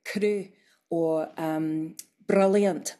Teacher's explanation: It's just a little tap. It's not a it's not a long roll, and that's more common in contemporary speakers